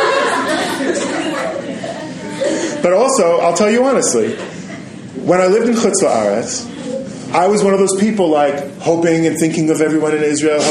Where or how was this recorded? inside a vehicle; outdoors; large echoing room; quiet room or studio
large echoing room